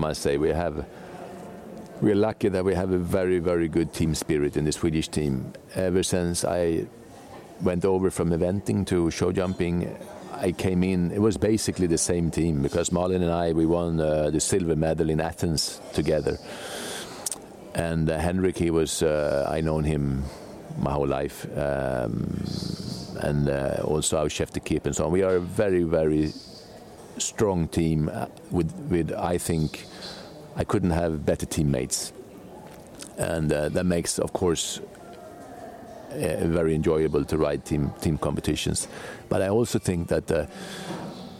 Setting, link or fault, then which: setting, busy venue